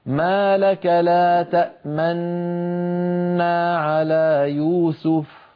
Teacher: أن تنطق نونا واحدة مشددة وتضم الشفتين مع الغنة المنطوطة هكذا.